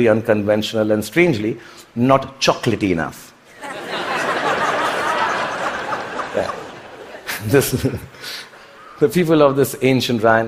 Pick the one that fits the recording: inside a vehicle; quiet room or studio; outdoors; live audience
live audience